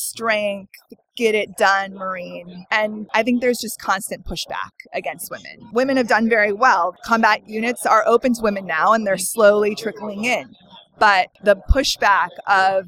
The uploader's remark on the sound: Unraveling Pink was on location at the Podcast Movement 2017 conference in Anaheim. Thanks to Shure and TalkShoe, we were able to record during the convention, complete with the buzz of the conference excitement in the background.